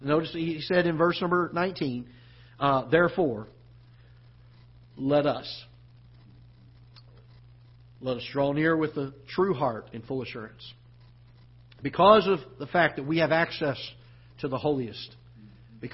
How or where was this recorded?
large echoing room